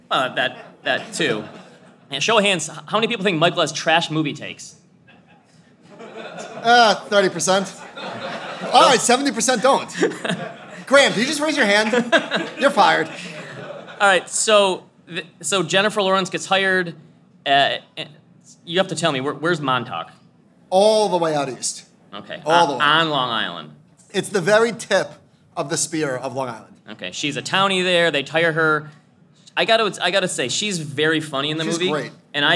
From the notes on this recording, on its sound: Are live at Future Proof!